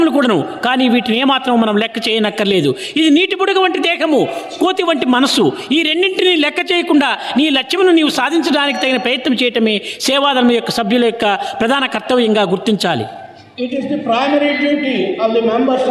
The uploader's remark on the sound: during inauguration of the Sevadal conference